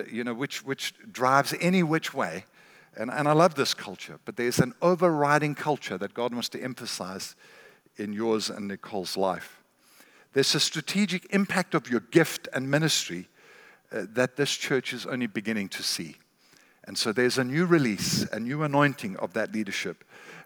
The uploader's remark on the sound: recorded at Northlands Church on March 15, 2020